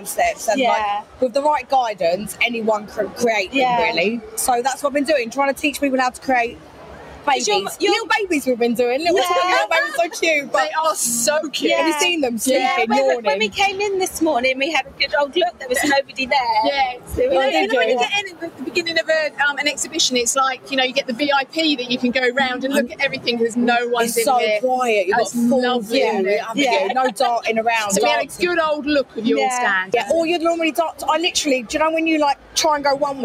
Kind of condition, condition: setting, busy venue